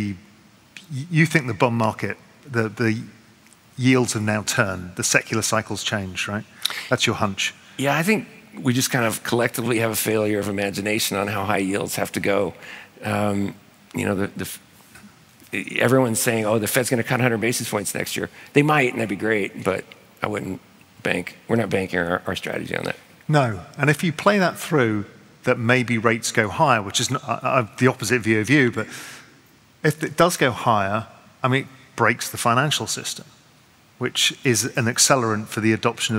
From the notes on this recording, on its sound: In this special episode recorded live at SALT NY.